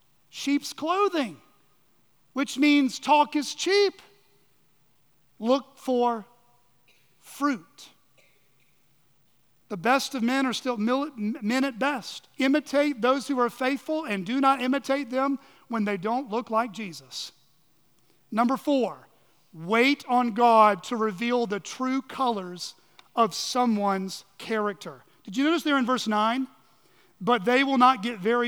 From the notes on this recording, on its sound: at Chaffee Crossing Baptist Church